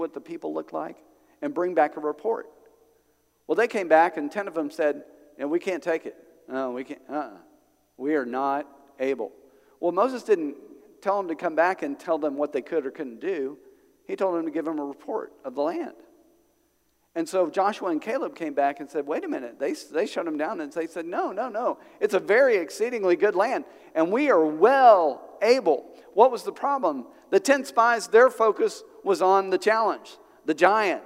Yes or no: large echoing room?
yes